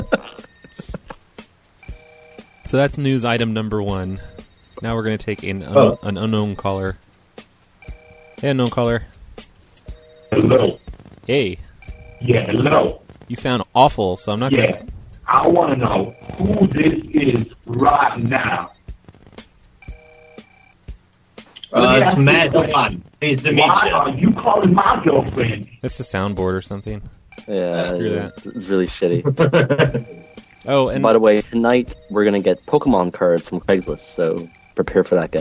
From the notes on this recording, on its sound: Prank Phone Calls Collection